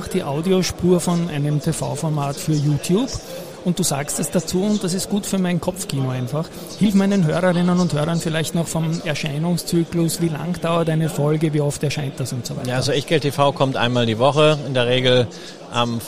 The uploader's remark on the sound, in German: Live auf der Gewinn-Messe auf unserem Börsenradio-Podcaststand aufgenommen